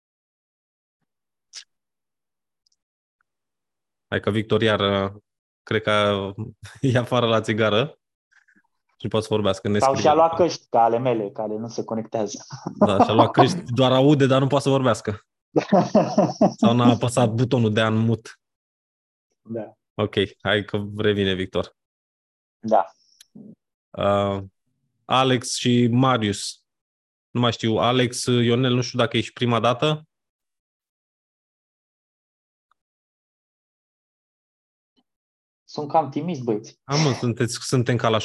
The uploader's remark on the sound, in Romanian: Conferinta Zoom Saptamanala EcomSchool